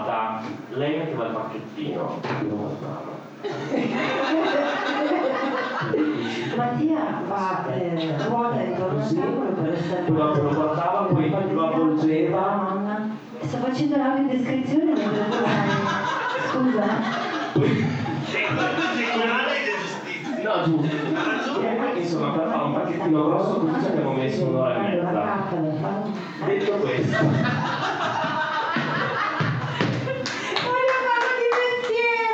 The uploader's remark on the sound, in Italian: Traumi di Natale live show